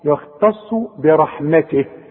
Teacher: التاء مرققة جدا، الخاء مفخمة، الصاد مفخمة، التاء دي غلبانة جدا في النص، يختص برحمته.